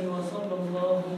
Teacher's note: اللام الأولى مرققة اللام الثانية مغلظة زي على الله